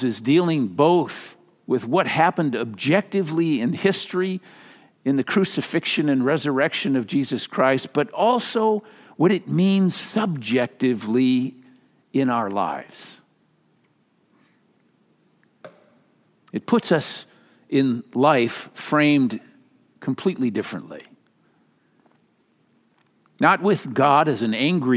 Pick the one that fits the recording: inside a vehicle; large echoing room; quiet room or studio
large echoing room